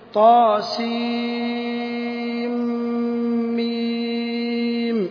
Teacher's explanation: طاء تمد مدا طبيعيا حركته، والسين تسمى مدا لازما حرفيا مثقلا لأن نون سين أدغم في ميم التي بعدها، وميم تسمى مدا لازما حرفيا مخففا لأنها لم تدغم بما بعدها.